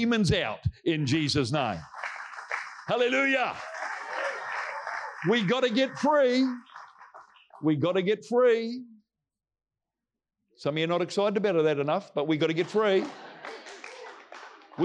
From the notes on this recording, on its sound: Recorded from our Combined Wednesday Night Gathering. Our heart at Celebration Church Rarotonga is that this message will greatly bless your walk with Jesus and help bring you closer to Him.